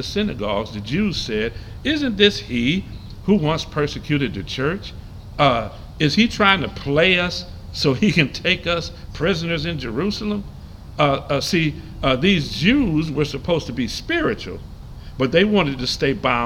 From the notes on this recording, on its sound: Live from the Veterans Memorial Park in Saint Clair Shores MI.